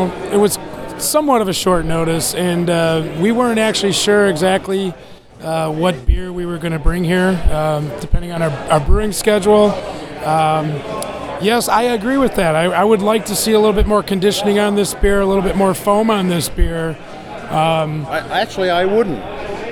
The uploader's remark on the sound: we are reporting from a cask ale event from The Firkery, and hosted at Skeleton Key